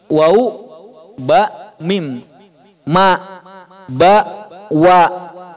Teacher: Bibir ini tempatnya tiga huruf. Wau, ba sama mim.